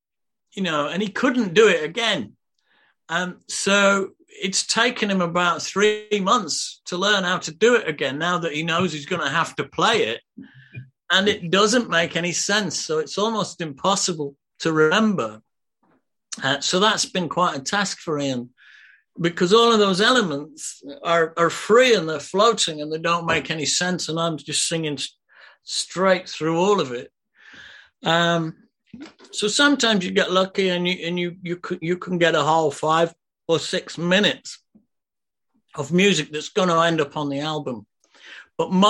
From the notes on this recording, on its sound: Q&A LIVE. I then decided it would be a bit of a laugh if we did it all (kind of) live and got selected questioners to drop by and put them to me in person. The result was a very informal Friday night Zoom hook-up.